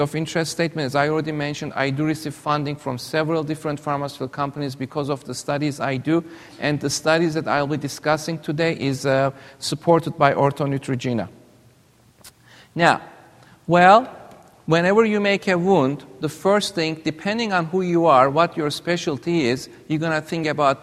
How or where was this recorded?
busy venue